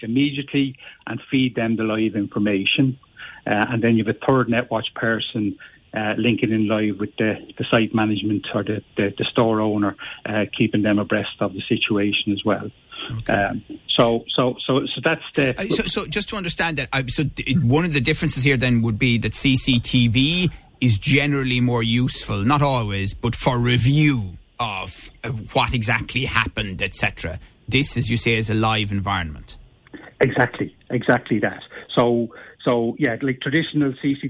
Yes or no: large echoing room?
no